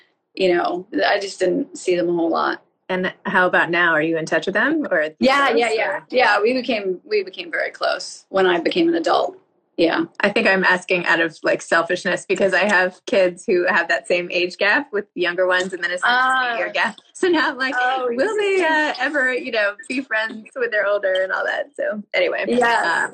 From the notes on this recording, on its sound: which I did via Instagram Live in conjunction with the Montclair Literary Festival